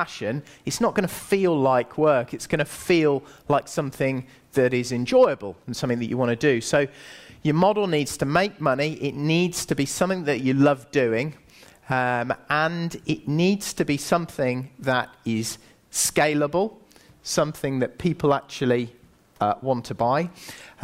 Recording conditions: live audience